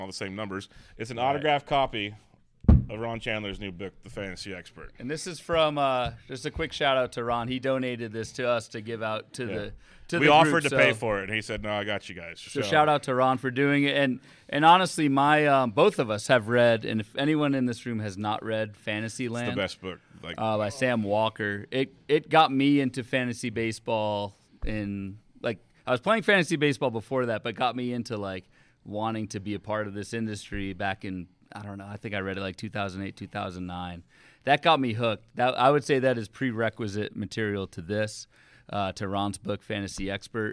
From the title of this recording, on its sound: LIVE From FPAZ 2023